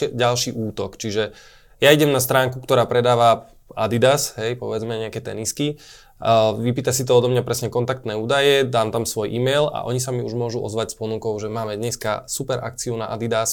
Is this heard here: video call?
no